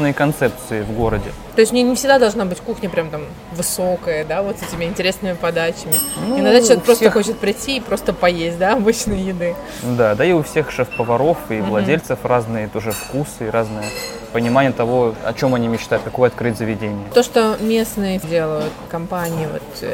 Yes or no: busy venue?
yes